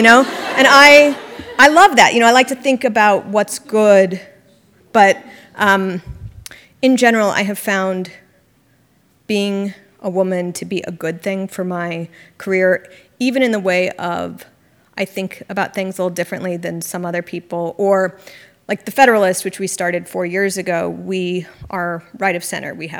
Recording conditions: live audience